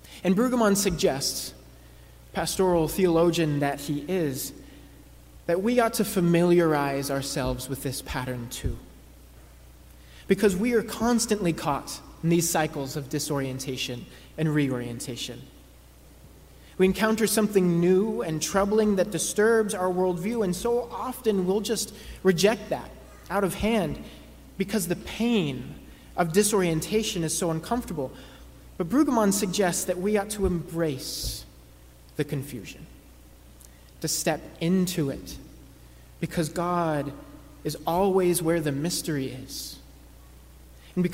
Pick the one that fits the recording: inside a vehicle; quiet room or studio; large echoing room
large echoing room